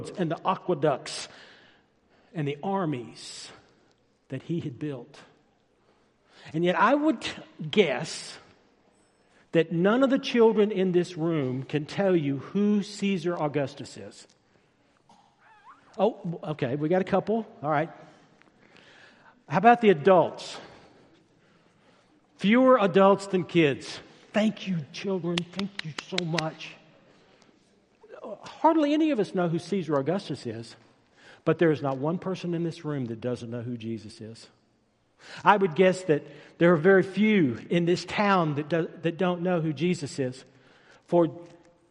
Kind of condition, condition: setting, large echoing room